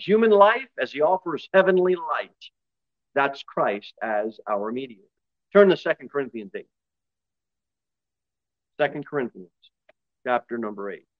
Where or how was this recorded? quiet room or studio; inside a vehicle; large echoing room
large echoing room